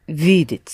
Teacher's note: Accent the first syllable, please, again.